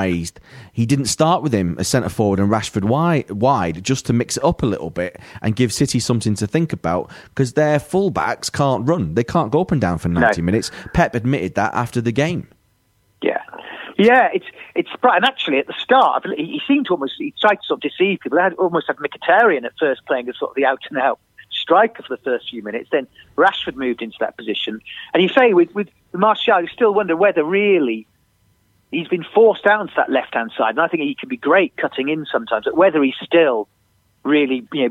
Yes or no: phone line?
yes